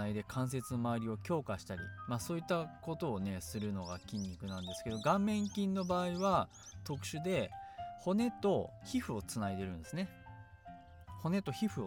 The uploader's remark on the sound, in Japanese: 今回はいい天気の時に庭で録音しました。鳥の鳴き声が入っていますがBGMと思って聴いてください。